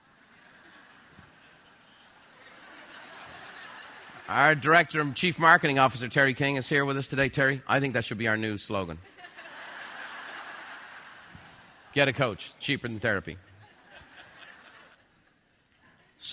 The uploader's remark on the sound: recorded live at MasterMind Summit®